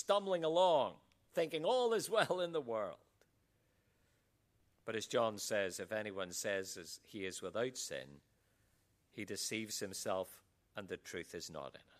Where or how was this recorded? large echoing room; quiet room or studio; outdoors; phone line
large echoing room